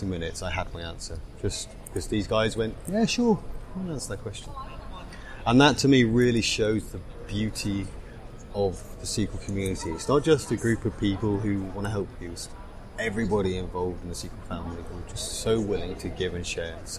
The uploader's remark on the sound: The third special episode was recorded at PASS Summit in Seattle and is comprised of two interviews.